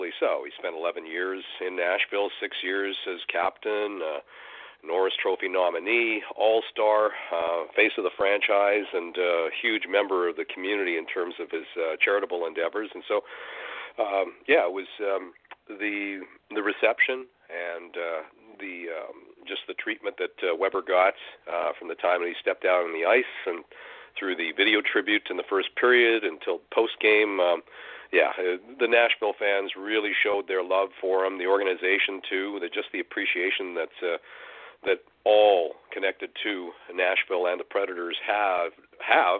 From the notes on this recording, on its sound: we take your phone calls